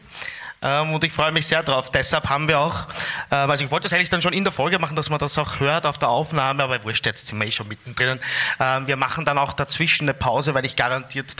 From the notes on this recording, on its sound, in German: Unsere erste Live Show im Rahmen des FM4 Podcast Festival im Dezember 2022. Aufnahme Österreichischer Rundfunk, radio FM4, 2022.